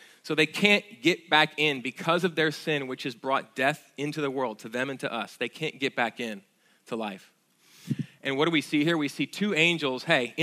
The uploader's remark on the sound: at Sojourn Galleria Church on Easter Sunday, April 21, 2019.